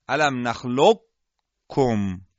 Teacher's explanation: شما بگین الم نخلقکم، یعنی رفتیم در مخرج حرف قاف اما فقط درشتی حرف قاف رو انجام دادیم بدون اینکه قلقله قاف رو ادا بکنیم و بلا فاصله حرف بعد از قاف یعنی حرف کاف رو ادا کردیم. · Term: ادغام ناقص